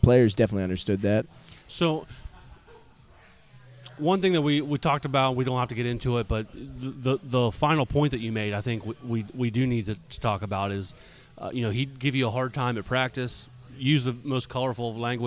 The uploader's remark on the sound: on location at DogBerry Brewing in West Chester